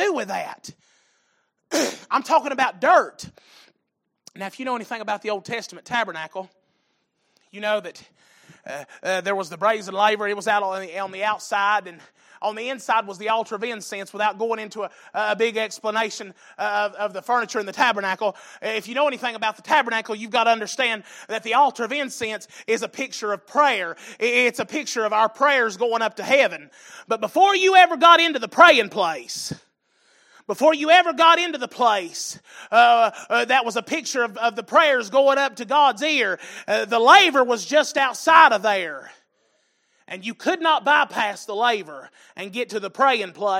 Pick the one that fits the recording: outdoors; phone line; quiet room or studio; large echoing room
large echoing room